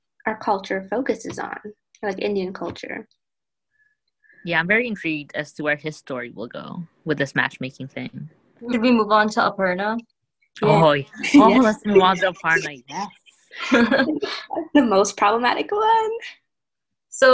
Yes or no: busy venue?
no